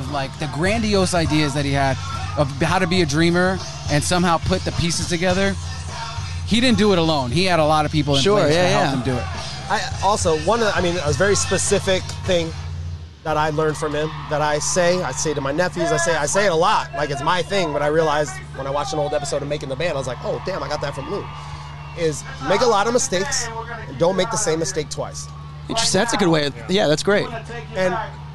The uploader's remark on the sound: stop by the 'Hollywood Raw' tent at Iowa's Sweetstock music festival